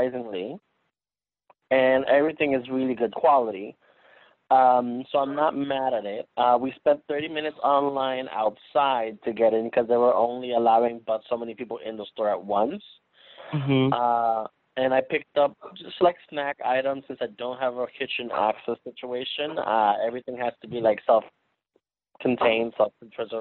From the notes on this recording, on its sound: This week we phone in as we are all self quarantined in different states.